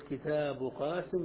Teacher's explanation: كتاب قاسم كلمة كتاب الألف تجوز إمالتها لأنها مسبوقة بكسرة، كتاب كتاب، ثم قلت قاسم فجاء حرف الاستعلاء في الكلمة التالية فمنع الإمالة، فتقول كتاب قاسم بلا إمالة